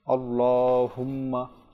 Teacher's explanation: যে প্রথমে যেমন আল্লাহুম্মা, এটা আমরা বারবার অনুষ্ঠানে শ্রবণ করেছি যে আল্লাহ লামের মধ্যে একটু টান দিয়ে পাঠ করতে হয়